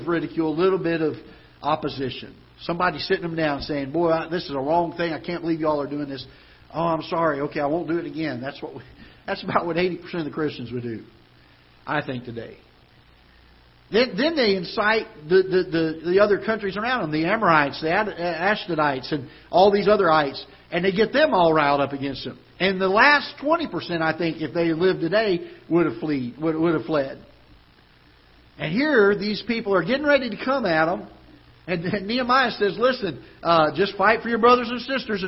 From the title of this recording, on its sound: Ketha Heights Baptist Church ~ Live Broadcast